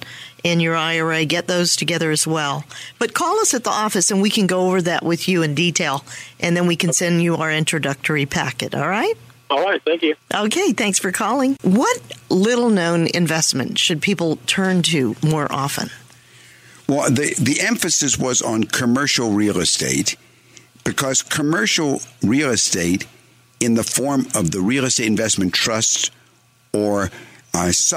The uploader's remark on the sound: call-in show